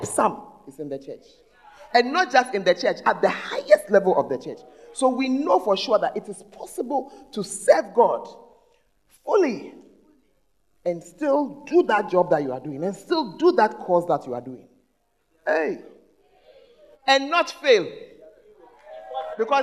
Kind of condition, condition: setting, large echoing room